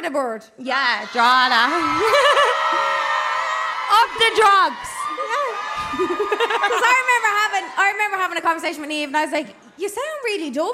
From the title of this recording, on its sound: Hold My Drink LIVE at Vicar Street: 4th April 2023